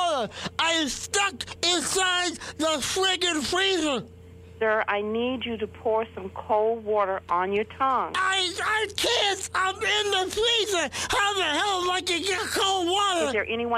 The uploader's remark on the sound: Prank Phone Calls